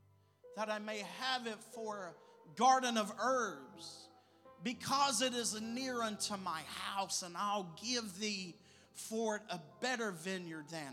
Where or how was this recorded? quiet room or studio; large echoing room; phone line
large echoing room